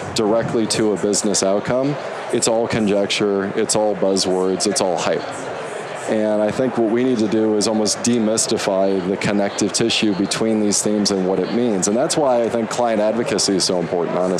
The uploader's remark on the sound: LIVE from Las Vegas, at #HRTechConf